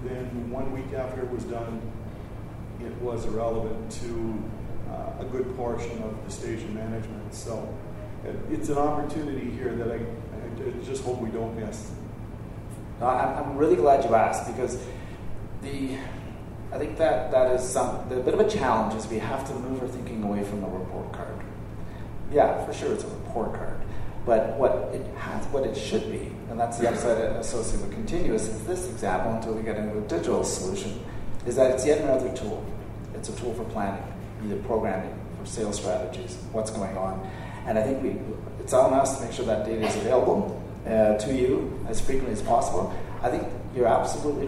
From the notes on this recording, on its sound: highlights from the Numeris Town Hall at the recent Western Association of Broadcasters' Conference, where those in attendance got to pose some hard questions